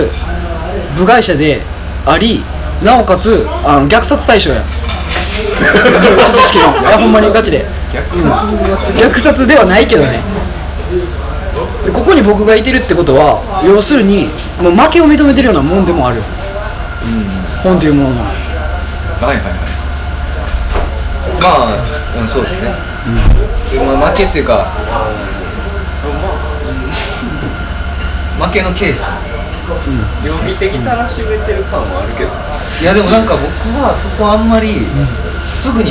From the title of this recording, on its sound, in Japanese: トークイベント後の打ち上げにて